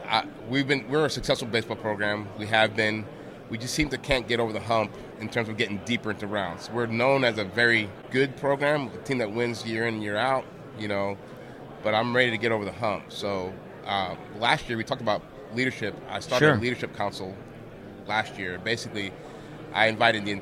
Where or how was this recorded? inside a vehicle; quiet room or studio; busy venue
busy venue